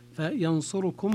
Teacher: ويظنون أنهم يقرؤون بقراءة حفص، فينصركم هكذا هي قراءة دوري أبي عمرو التي هي الاختلاس الاتيان بثلثي حركة الضمة التي على الراء